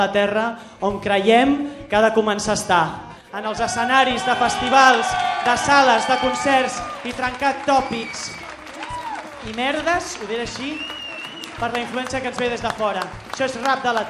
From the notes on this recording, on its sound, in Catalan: La gala, que ha estat transmesa en directe al programa "Sona 9" d'iCat, s'ha fet a la sala Luz de Gas de Barcelona.